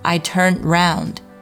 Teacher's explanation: 注意 turned 的 d 要做失爆处理